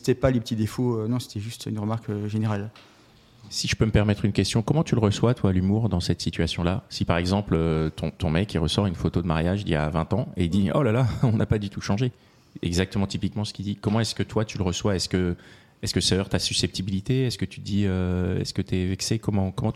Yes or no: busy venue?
yes